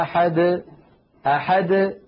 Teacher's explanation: العلماء رحمه الله بيّنوا وميزوا بين نطق حرف القلقلة إن كان آخر حرف في الكلام، وبين نطقه إن كان ضمن الكلام، يعني مثلا لما يقول الفم قل هو الله أحد أحد ليس بعد الدال حرف، فالدال وقلقلتها تخرج واضحة جلية